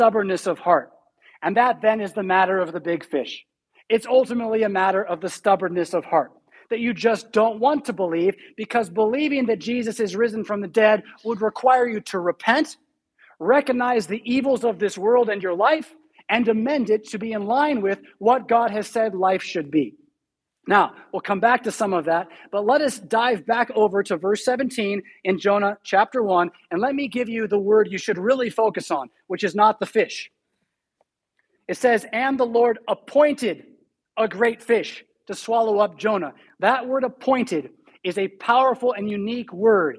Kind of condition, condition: setting, large echoing room